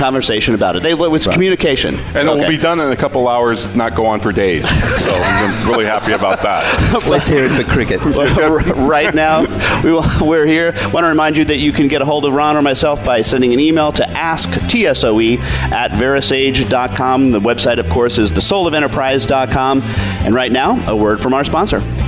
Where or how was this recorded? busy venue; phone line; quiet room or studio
busy venue